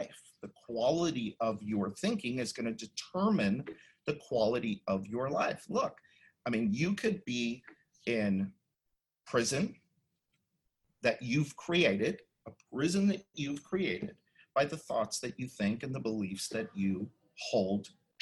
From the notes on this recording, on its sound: you’ll hear the audio from a special online event